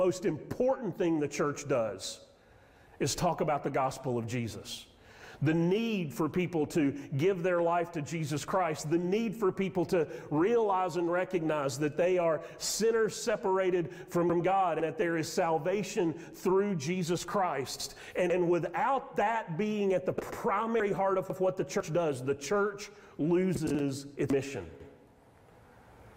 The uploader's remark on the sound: Sermon audio from Mission Church in Locust, NC.